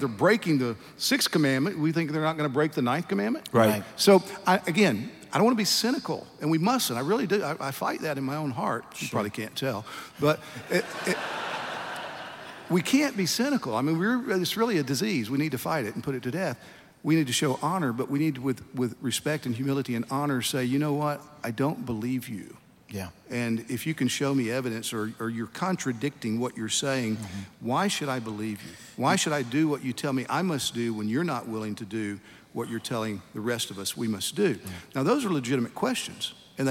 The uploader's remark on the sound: a special show filmed live at the 2021 National Founders Conference